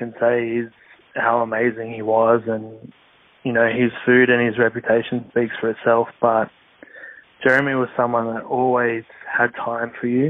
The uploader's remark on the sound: Record a short intro over the phone. After our short, badly recorded intro.